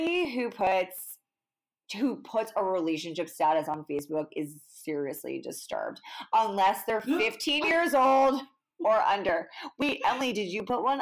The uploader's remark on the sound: this was our very first episode and we are still trying to get the sound right